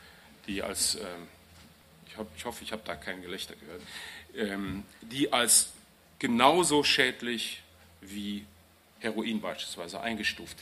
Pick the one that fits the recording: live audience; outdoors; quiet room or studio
live audience